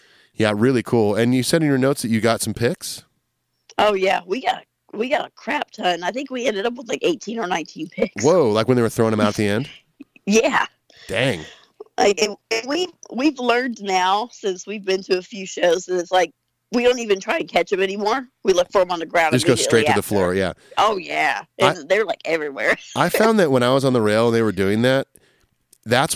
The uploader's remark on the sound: Gets on the phone with our long time listener.